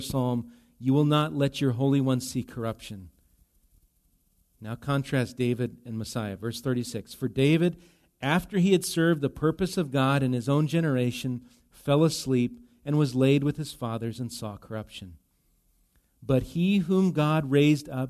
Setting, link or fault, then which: setting, large echoing room